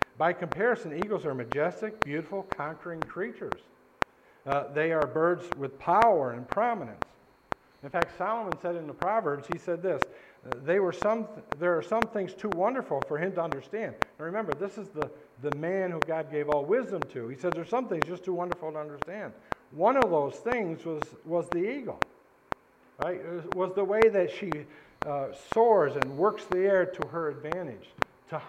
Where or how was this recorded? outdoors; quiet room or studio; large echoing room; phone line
large echoing room